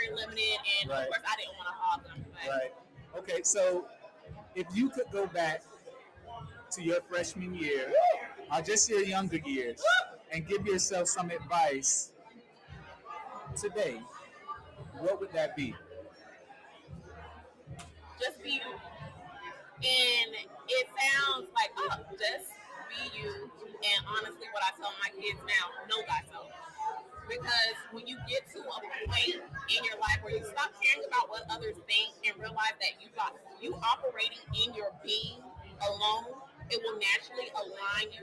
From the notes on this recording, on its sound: The Pineapple Podcast was on location to gather insight and perspective from our panelist and guest who attended the Rosen Alumni Hospitality Knight.